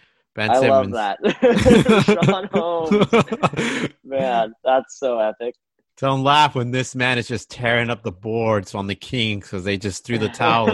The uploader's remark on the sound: hop on a Zoom call